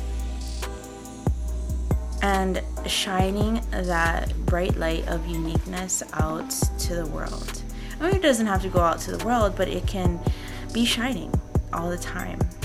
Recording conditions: sounds in the background